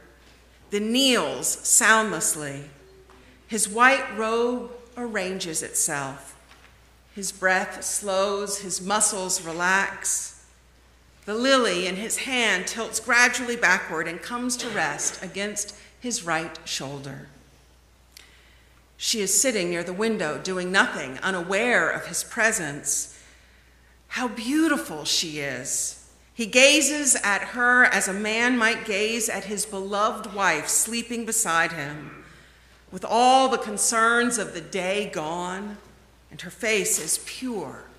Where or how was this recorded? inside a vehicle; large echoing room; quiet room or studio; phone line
large echoing room